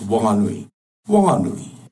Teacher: So the H in Whanganui is there, but it's heard as a breath, as they describe it. In Whanganui, the H is aspirated.